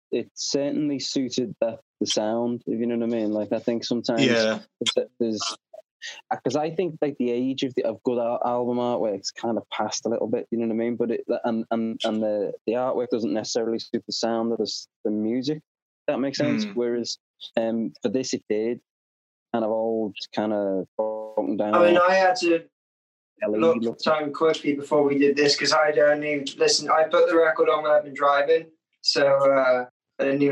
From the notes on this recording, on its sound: sorry for the slightly worse audio this week, my internet connection did me real dirty this week.